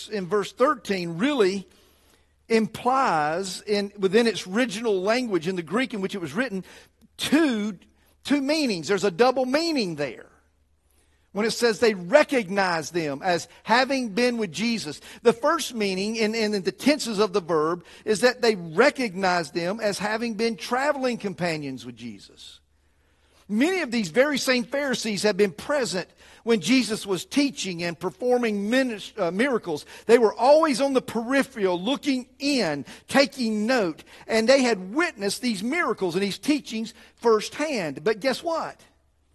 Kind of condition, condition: setting, large echoing room